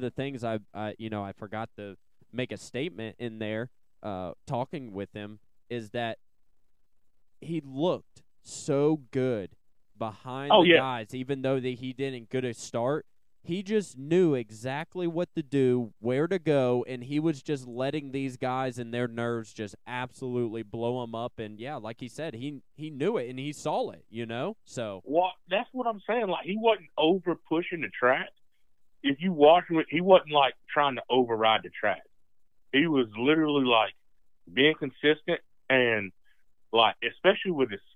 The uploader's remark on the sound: A call-in from the winner of that first race for the top amateurs in that Futures class.